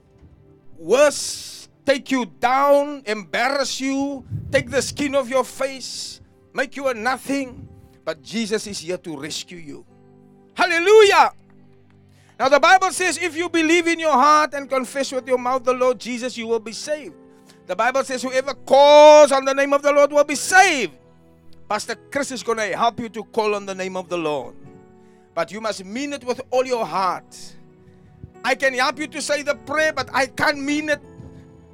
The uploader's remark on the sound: Preached at Jesus The Answer Outreach, The Hague, Delft.